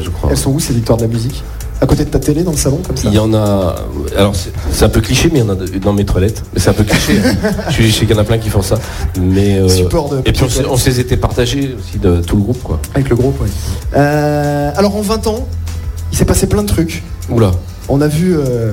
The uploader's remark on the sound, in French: En interview sur la scène du quai des artistes.